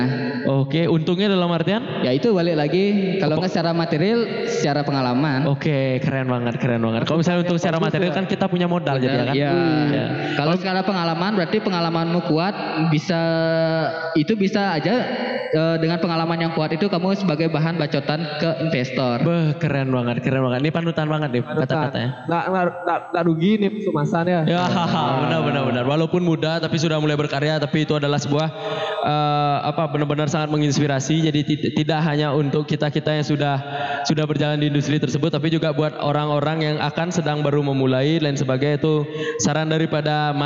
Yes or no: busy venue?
yes